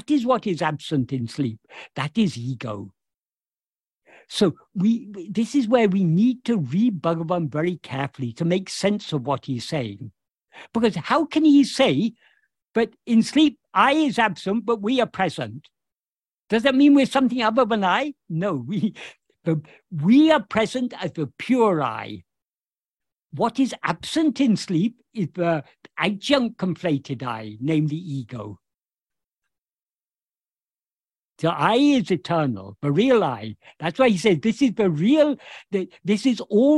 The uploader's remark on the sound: In a Zoom meeting with the Ramana Maharshi Foundation UK.